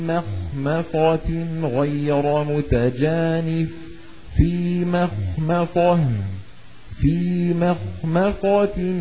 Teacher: فمن اضطر في مخمصة، الميم الأولى جاورت الخاء المستعلية، والميم الثانية وقعت بين الخاء المستعلية والصاد المستعلية المطبقة، فكلا الميمين عرضة لأن يفخم، لكن الميم الثانية أشد عرضة لأنها وقعت بين مفخمين. · Term: تخليص الحروف